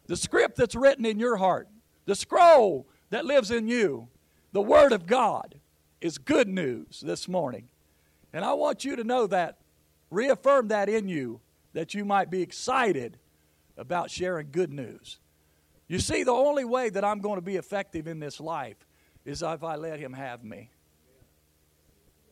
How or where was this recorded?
large echoing room